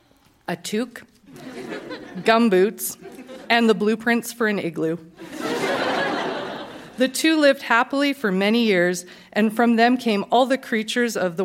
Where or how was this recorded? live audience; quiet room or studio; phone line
live audience